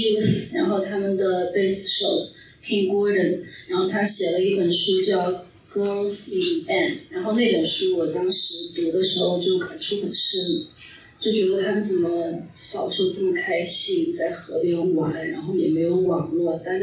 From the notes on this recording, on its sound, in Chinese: 本次节目为线下活动现场录音，因此声音质量欠佳，请谅解。在演出活动较为丰富、音乐爱好者聚集的加州湾区。还有现场即兴表演。